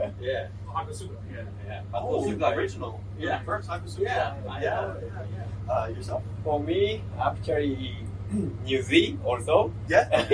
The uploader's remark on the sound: An interview with Nissan and NISMO engineers during GT4 America at COTA!